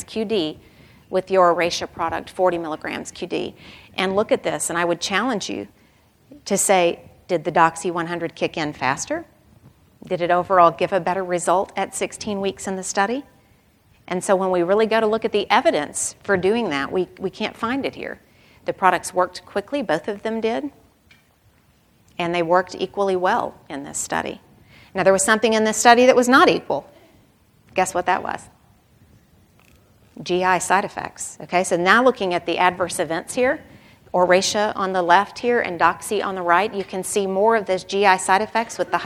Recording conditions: live audience